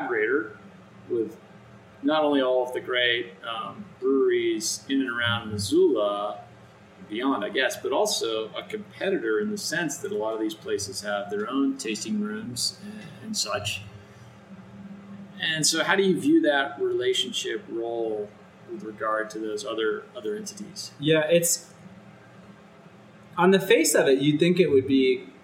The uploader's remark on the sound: This interview was done on location. That makes the sound quality a bit challenging.